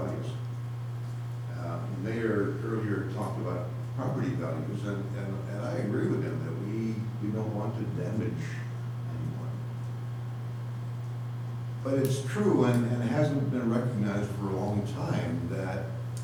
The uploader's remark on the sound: Live recording of Astoria City Council Meeting. This council meeting was held on a Tuesday night instead of the usual Monday, because of the Labor Day holiday.